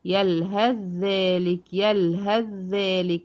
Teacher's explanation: موضعين اتنين عندك معاكي، لو جه الثي وراها الذال في الآيات الكريمة، يلهذ ذلك يلهذ ذلك، بدخل من اله على الذال المشددة لأن الثي أضغمت في الذال · Term: إدغام